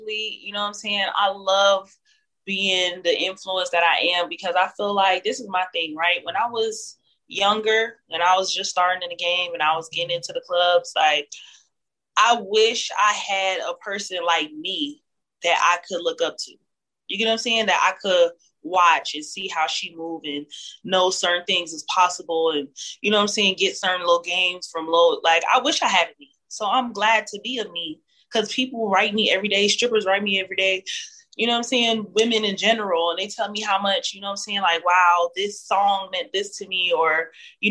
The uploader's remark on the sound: zoom interview